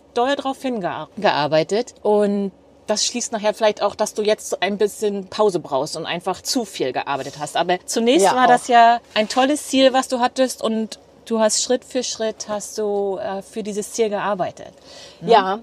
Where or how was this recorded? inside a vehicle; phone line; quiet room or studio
inside a vehicle